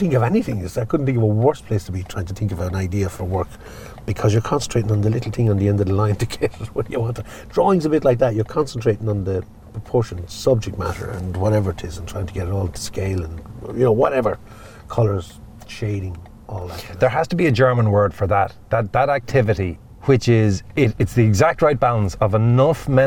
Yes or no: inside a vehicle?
yes